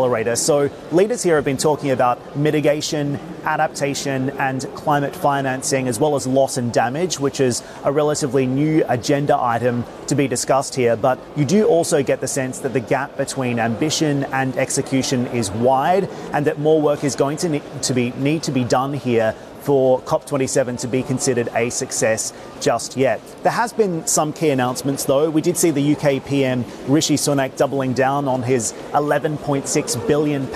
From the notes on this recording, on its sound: We are also live at COP27 in Sharm El-Sheikh